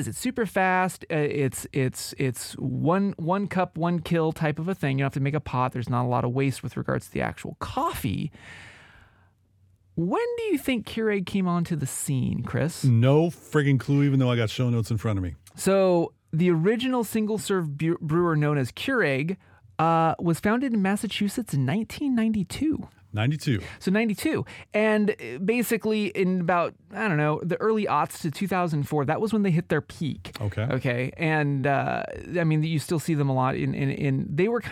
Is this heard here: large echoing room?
no